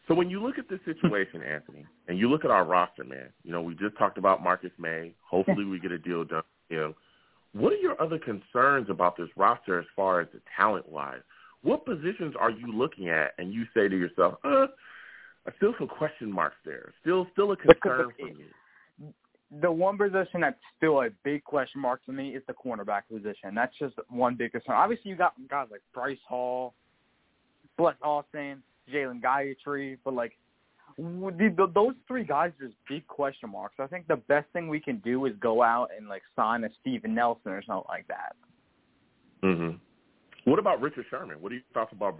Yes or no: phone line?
yes